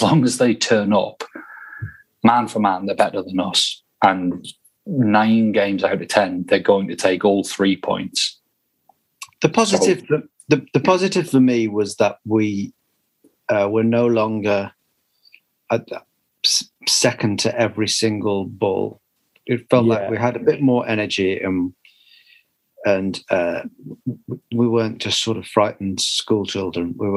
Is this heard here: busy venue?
no